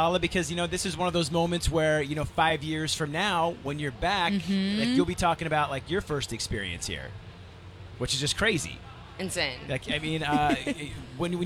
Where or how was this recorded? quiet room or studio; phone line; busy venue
busy venue